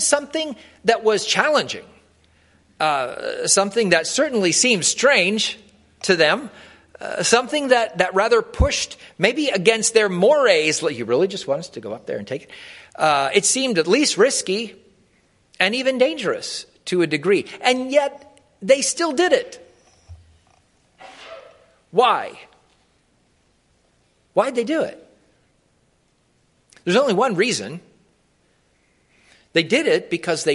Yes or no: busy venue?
no